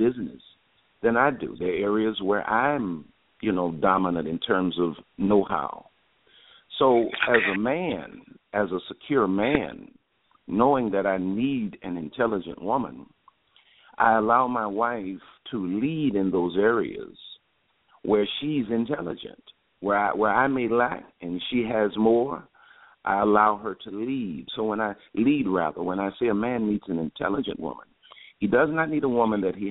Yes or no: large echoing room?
no